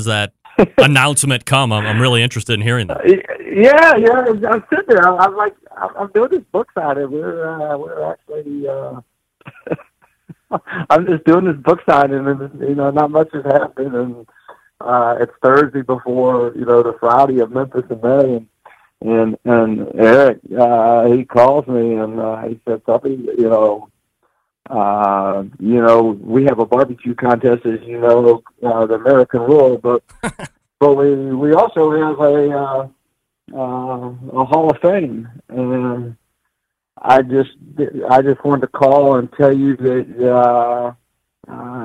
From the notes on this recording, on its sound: Audio Disclaimer upfront...the phone connection was a little brutal.